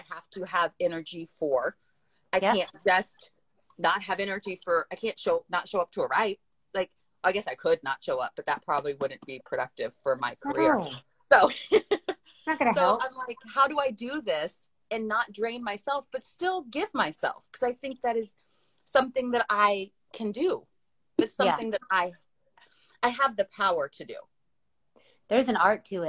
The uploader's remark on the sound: The audio from July 29 Instagram live conversation.